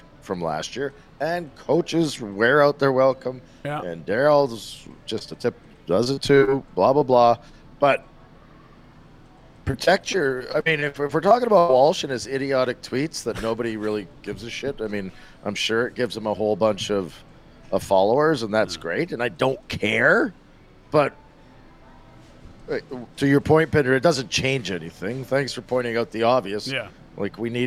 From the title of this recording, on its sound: LIVE from the Grey Eagle Resort and Casino